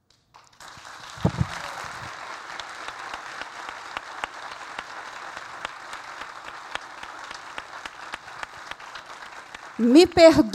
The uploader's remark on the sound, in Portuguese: Este episódio foi gravado ao vivo no Centro Cultural da Usiminas. Na cidade de Ipatinga.